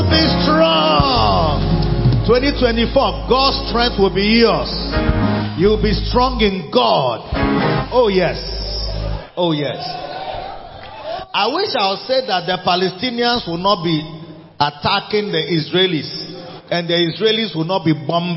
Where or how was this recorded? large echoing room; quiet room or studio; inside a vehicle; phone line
large echoing room